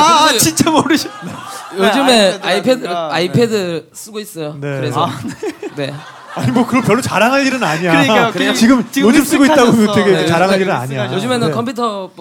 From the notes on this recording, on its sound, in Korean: (고음질 콘서트 실황).